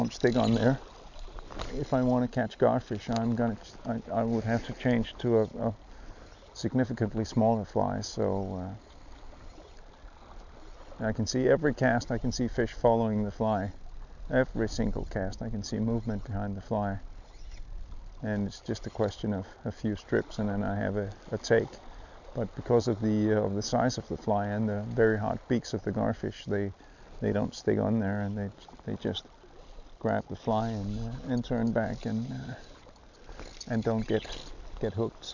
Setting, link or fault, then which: setting, outdoors